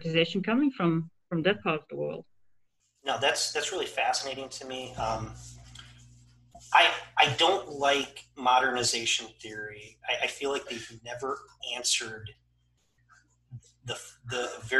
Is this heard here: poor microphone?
yes